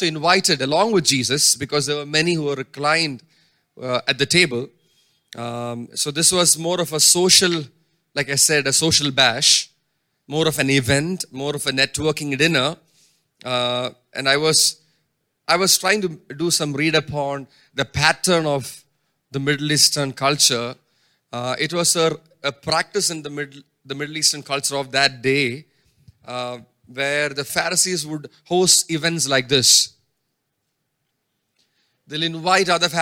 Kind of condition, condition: setting, large echoing room